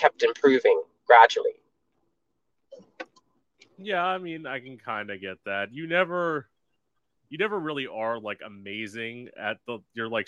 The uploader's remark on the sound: technical difficulties during the beginning